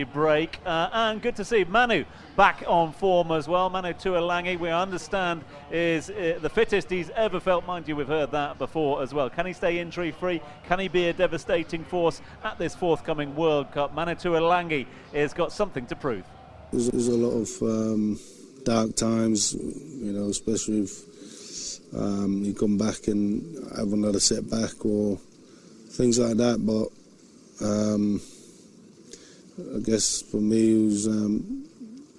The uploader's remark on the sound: From our original home, Barasti